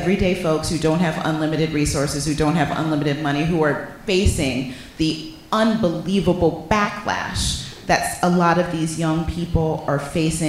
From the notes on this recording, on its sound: Live in DC. SistersInLaw are live in Washington, DC.